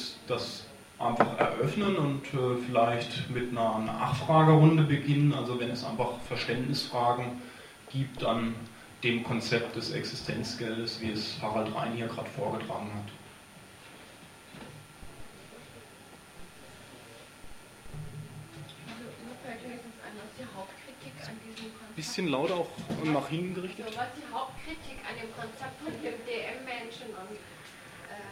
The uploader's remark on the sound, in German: Livemitschnitt einer Lesung /Buchvorstellung im JosFritz Café Freiburg am 12.